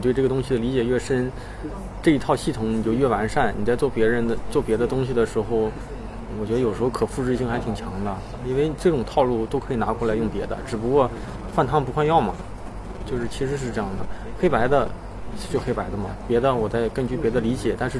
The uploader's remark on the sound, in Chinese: 容忍我因为场地环境录制的环境噪声。